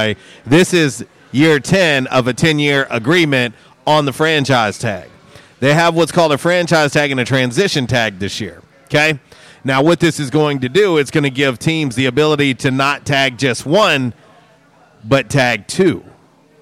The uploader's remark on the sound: LIVE from JTown's Grill! On The Ticket 95.3 Fm/970 AM, Ritter Communications Tubetown 21!